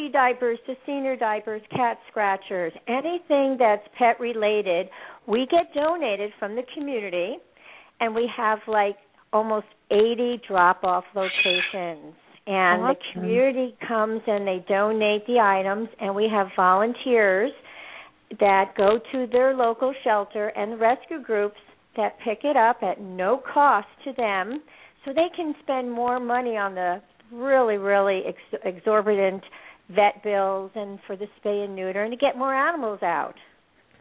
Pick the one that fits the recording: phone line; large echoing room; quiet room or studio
phone line